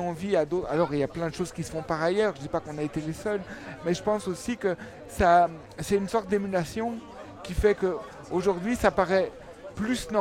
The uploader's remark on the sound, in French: Festival Esperanzah! 2022. Media est présent au coeur du festival, à la rencontre des participants.